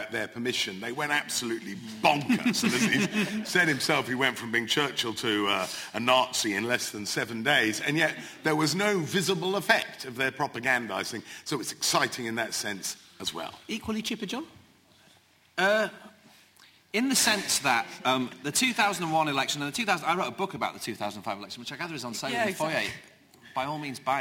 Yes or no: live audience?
yes